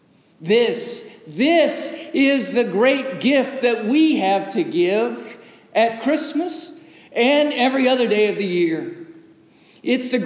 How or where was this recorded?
large echoing room